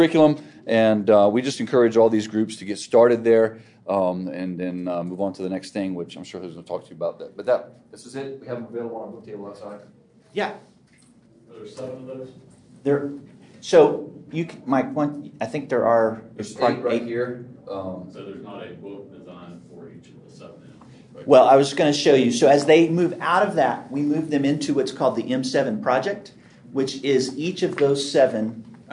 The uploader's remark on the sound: This episode is from Impact Discipleship Ministries, recorded at the National Disciple Making Forum.